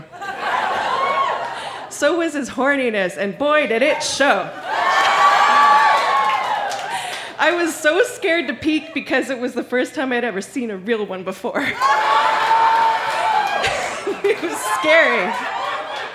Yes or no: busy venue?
yes